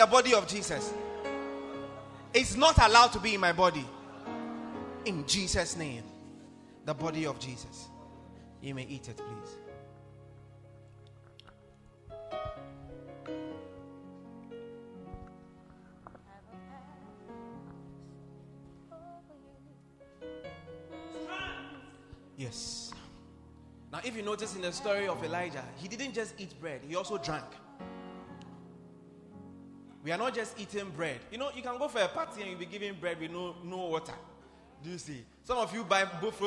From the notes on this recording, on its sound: Preached at the FIRST WORKS SERVICE, AYENSU RIVER CATHEDRAL